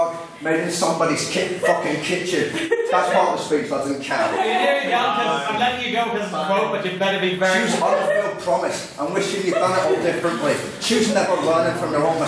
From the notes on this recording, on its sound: the recording of the fourteenth Ordinary Meeting of our 169th Session, where the House convened